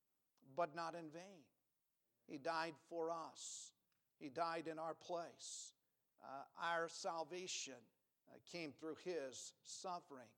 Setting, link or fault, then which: setting, large echoing room